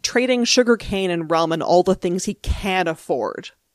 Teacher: The way that the performer gives this real stress on can, like it's not even a reduced form anymore